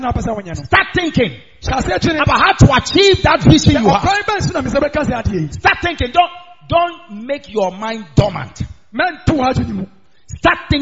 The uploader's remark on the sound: Preached On Sunday At The Miracle Arena